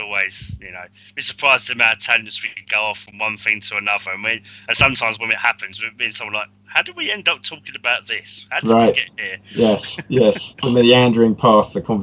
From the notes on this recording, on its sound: Please note we had some minor sound difficulties while recording this episode.